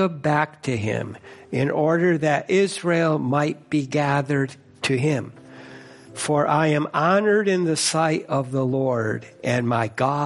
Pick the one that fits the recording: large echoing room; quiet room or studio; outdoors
large echoing room